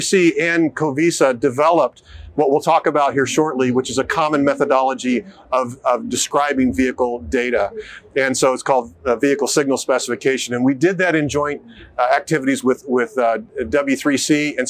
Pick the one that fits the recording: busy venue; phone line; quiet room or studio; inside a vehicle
busy venue